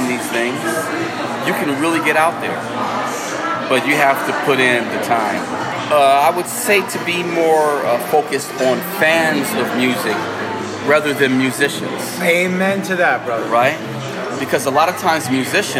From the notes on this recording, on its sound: We caught up after that first gig we played together over some grub in Vegas. Please forgive the background noise.